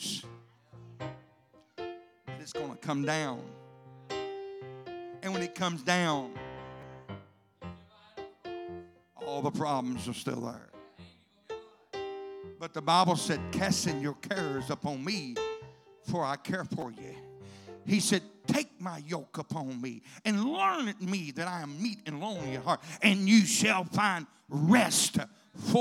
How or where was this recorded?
large echoing room